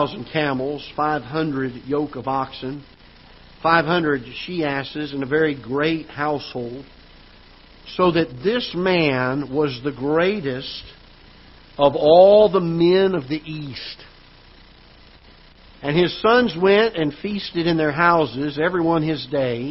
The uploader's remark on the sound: Ketha Heights Baptist Church ~ Live Broadcast